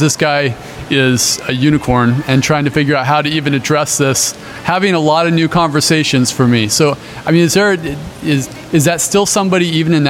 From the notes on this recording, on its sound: LIVE from the Combined Sections Meeting in New Orleans, Louisiana.